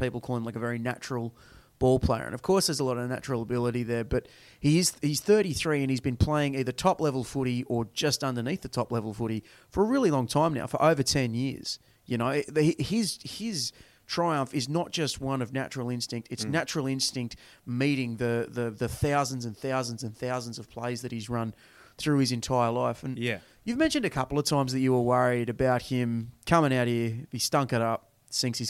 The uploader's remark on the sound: The boys are in the press box LIVE from Stadium Australia.